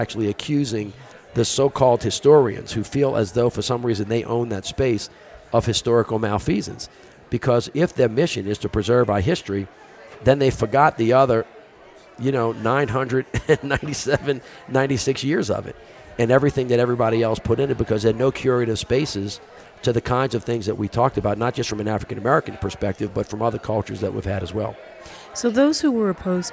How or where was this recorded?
busy venue